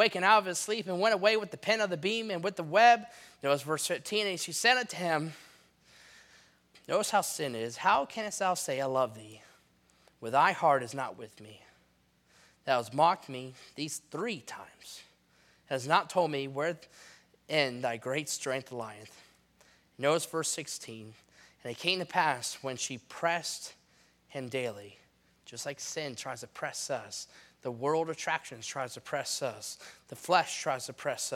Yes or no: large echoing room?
yes